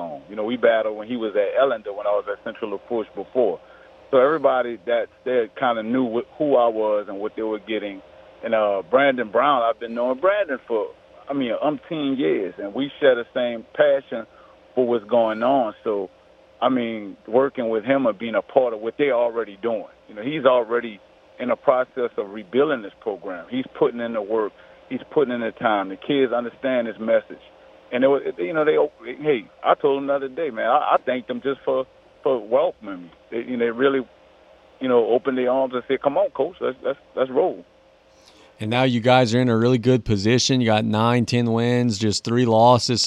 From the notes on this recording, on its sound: On the phones